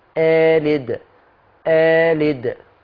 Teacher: طب أقلد، لا دي هتبدل الهمزة الثانية بألف مع القصر، لأن وراها حرف متحرك اللي هو اللام